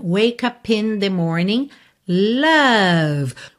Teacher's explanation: Então, o Ed wake é mudo, tá pintadinho de cinza. Você já vai do K pro up e do P do up já liga no in.